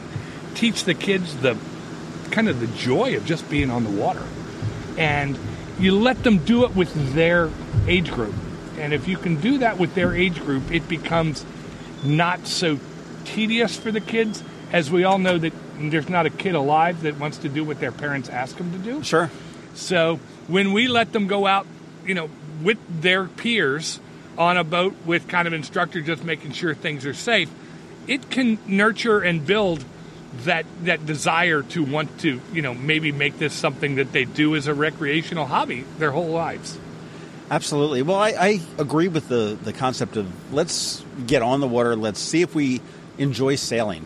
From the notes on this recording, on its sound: Annapolis Sailing School. Went down to the school and sat on a deck overlooking the Severn River and Back Creek.